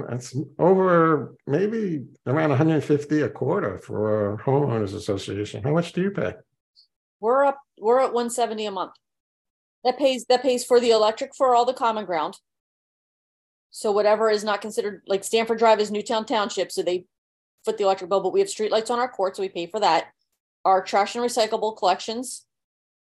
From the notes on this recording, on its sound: Participants in the 22 May 2023 Meet Mack Monday Zoom meeting.